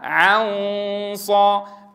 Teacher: الغنة المخفاة هنا مفخمة باعتبار مجيء حرف مفخم بعدها. عنصا، ولا أقول ع تبعا لتفخيم الغنة بعدها.